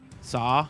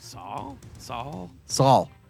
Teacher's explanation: And you put like an L sound at the end.